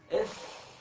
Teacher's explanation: الفاء ليست حرفا فمويا، هي حرف شفوي